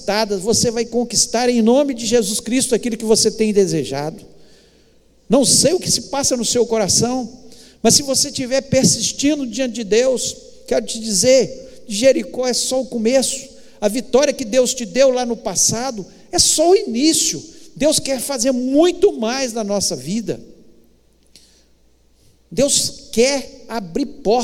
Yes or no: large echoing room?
yes